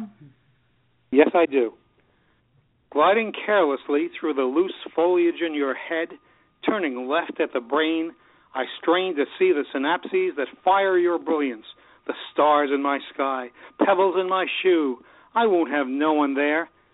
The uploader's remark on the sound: With callers, reading their poems, from Topanga Canyon, California, Glenridge, New Jersey, Birminham, Alabama, Merrick, New Jersey and Newburg, New York.